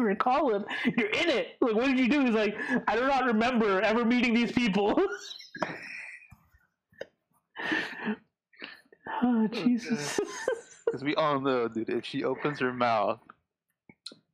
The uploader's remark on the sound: PLEASE SKIP, BAD AUDIO. We're really sorry about the shitty audio. Discord wouldn't let us use the audio interfaces and Shure mics we had for some reason (probably a driver issue) so we were stuck using less than ideal airpods.